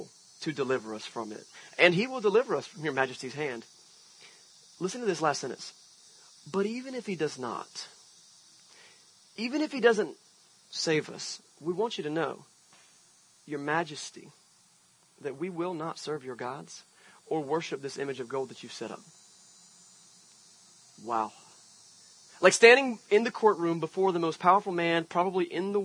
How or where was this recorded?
outdoors